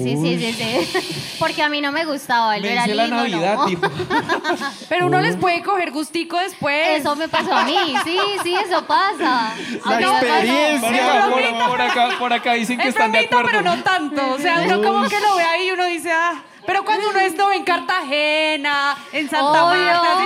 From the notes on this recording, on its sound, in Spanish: Sexpedientes en vivo en Lula Shots.